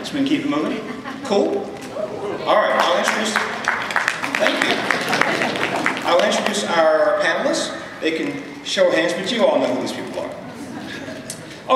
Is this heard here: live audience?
yes